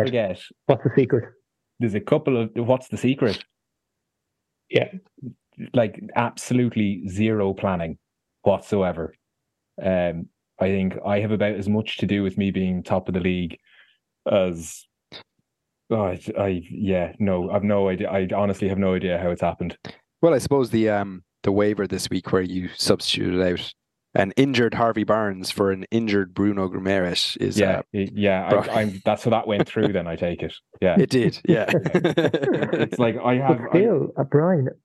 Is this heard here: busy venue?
no